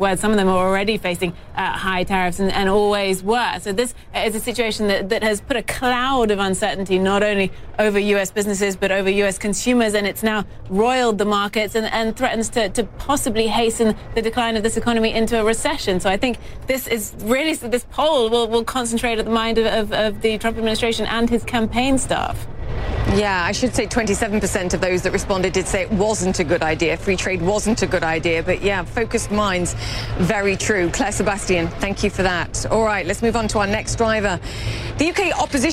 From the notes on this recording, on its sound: live from the New York Stock Exchange